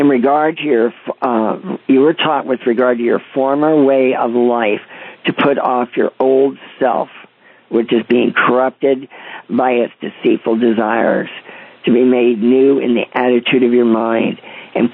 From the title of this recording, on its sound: CONFERENCE CALL